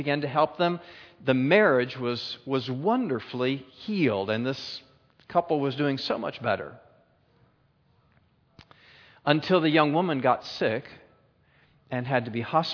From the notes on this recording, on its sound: A Keynote Session at FG13 – Standing and Striving.